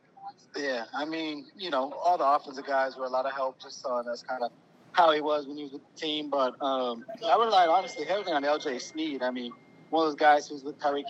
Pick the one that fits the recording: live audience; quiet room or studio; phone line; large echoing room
phone line